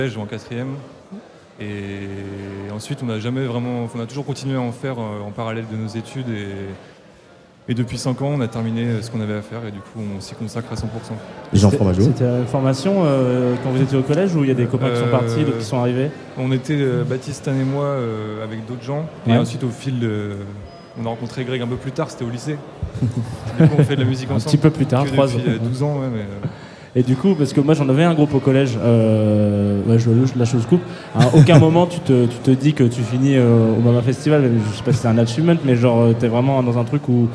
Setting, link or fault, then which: setting, busy venue